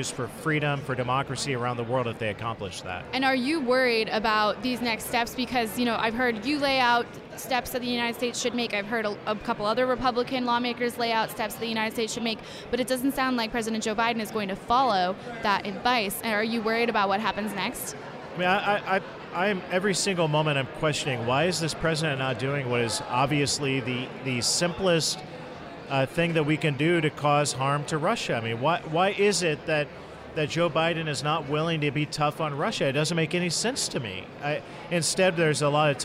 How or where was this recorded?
busy venue